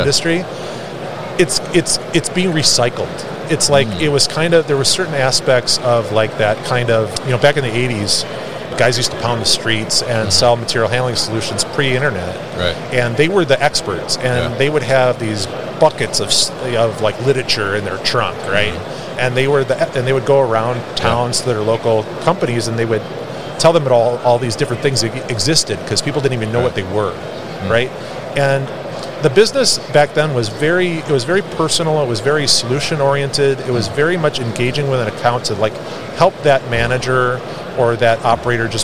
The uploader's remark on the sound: Big Joe Lift Trucks at MODEX 2022